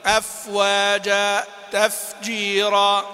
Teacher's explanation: فبالاعتدال، يعني بيان همسها مع الحذر من إخراج نفس كثير مبالغ فيه